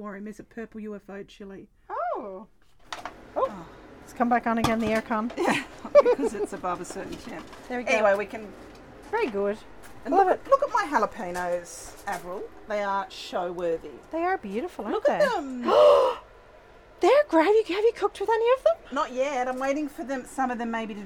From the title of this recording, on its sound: Summer Garden Tour